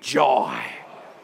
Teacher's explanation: When they talk about joy, they say it with a deep, sort of breathy voice